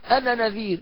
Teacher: فأقول أنا نذير لا أنطق الألف في الوصل، لكن إن وقفت أقول أنا. ففي هذه الحالة يمتنع إدغام النون من كلمة أنا في النون من كلمة نذير، وذلك لأنه فصل بينهما بفاصل في الخط.